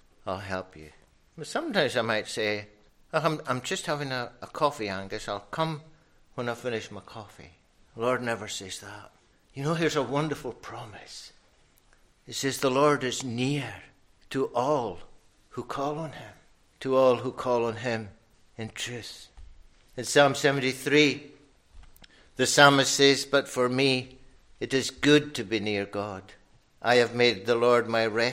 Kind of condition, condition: setting, large echoing room